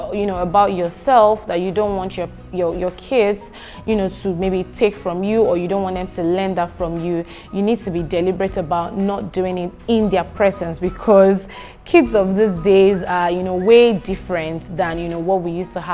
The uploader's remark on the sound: This is a workshop for parents and teachers at the 3rd Akada Children's Book Festival.